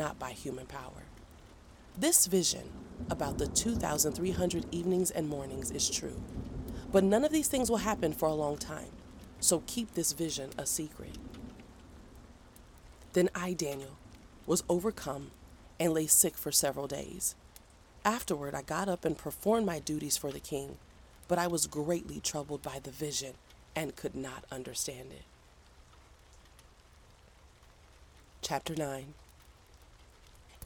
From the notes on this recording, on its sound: Enjoy the soothing sounds of a crackling fireplace and a quiet thunderstorm as a backdrop to the reading. Fall asleep to a dramatized reading of the Bible, including music, nature sounds, and sound effects.